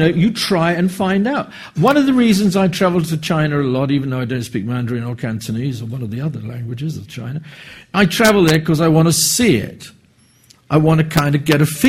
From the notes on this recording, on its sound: public lecture hosted by LSE Summer School